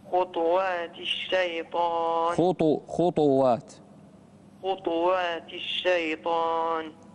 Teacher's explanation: لأن الإسكان قراءة أخرى، الإسكان خطوات قراءة أخرى، فلازم توضح الضم هنا